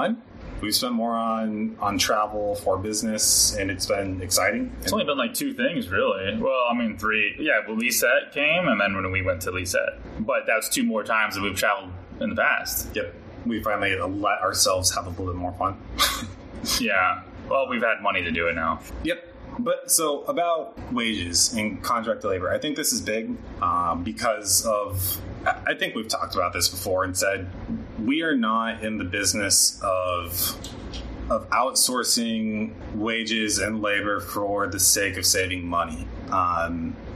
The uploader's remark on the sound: In this episode, we host our first-ever recording in person while on our trip to Colombia! With that in mind, we did want to let you know the audio quality isn't great.